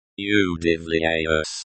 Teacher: Is similar to удивляюсь, with the emphasis on the first syllable. The S at the end is soft, almost like an S, followed by a Y.